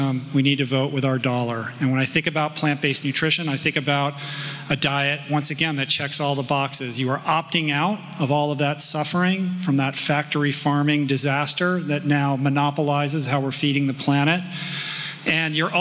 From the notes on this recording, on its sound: Dublin Live. This episode features the audio from a live event I hosted this past summer at Smock Alley Theatre in Dublin. Opens up to audience Q&A on everything from healthy eating habits to how best to catalyze change in others.